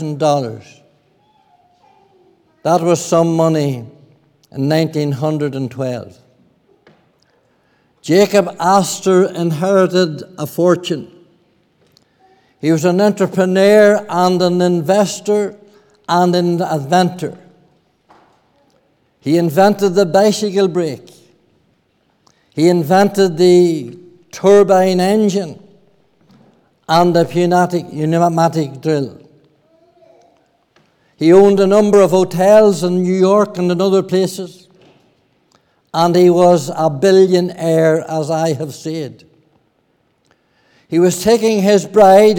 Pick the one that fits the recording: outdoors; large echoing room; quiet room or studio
large echoing room